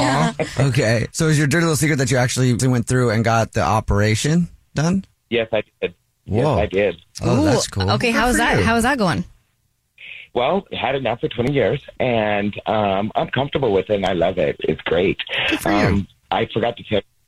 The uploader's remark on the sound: The guy on the Phone